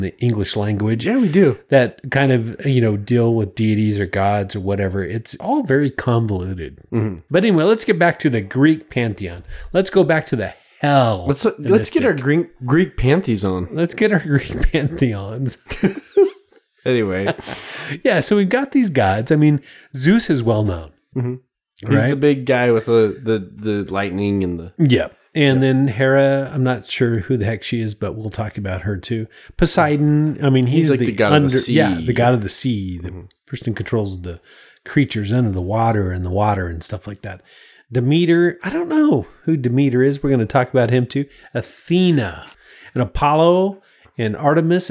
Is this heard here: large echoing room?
no